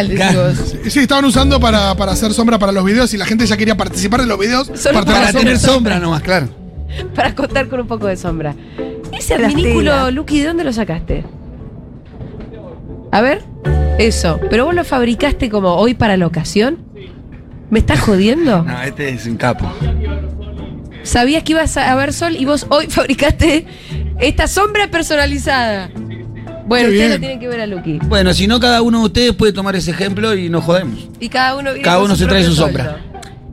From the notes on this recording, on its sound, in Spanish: en vivo en Yunta Bar